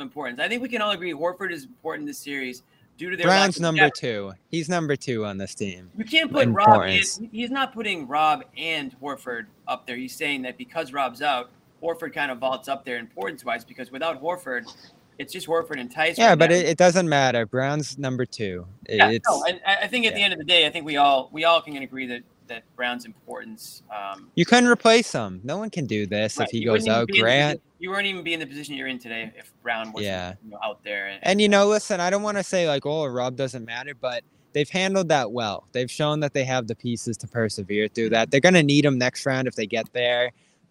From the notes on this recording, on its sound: LIVE from TD Garden. As we go LIVE after every Celtics game.